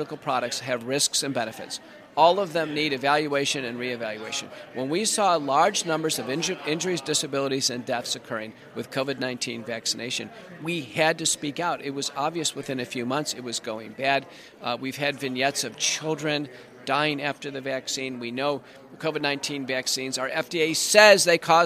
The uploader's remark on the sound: In Washington DC at CPAC for this interview.